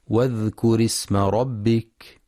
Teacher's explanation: ينتبه القارئ لهمزة الوصل فهي تسقط في درج الكلام، فلا يقرأ واذكر اسم بإظهار الهمزة، والصواب واذكر اسم ربك.